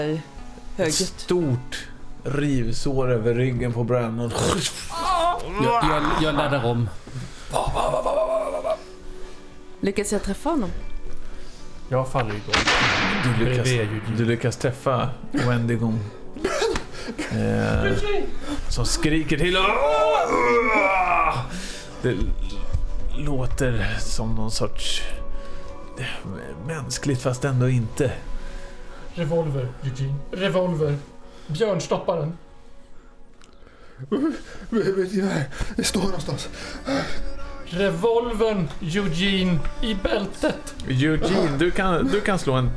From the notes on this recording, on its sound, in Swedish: Det här avsnittet spelades in under vår liveträff i januari 2023. Det gör att du får höra lite mer bakgrundsljud och prat i munnen på varandra än vanligt, men du får också mer gemytlig stämning och runt-bordet-känsla.